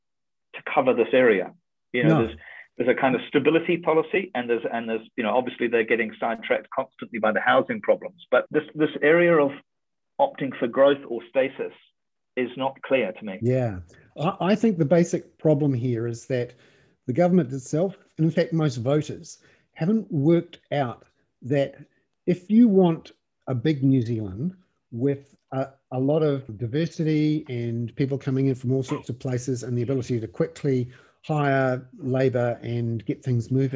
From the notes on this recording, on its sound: with around 30 subscribers on a Zoom webinar